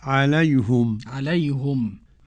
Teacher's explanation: ضم الهاء من عليهم حمزة ويعقوب